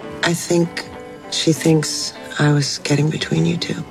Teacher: 是一模一样的。这里的 TH 音呢要特别注意，它呢是一个轻轻的咬住舌头的音，我们把它叫做咬舌音